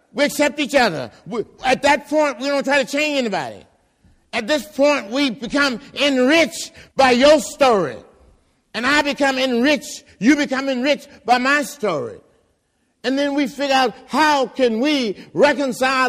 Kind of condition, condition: setting, large echoing room